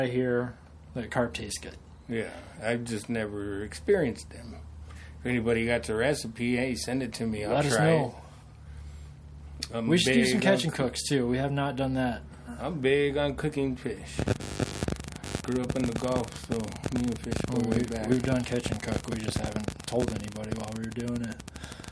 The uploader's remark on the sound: Apologies for the noise in this episode, we cannot figure out where it is coming from.